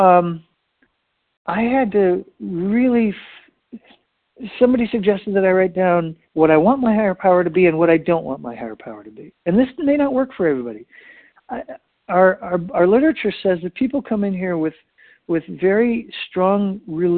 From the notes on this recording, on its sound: 100 Pounders Phone Meeting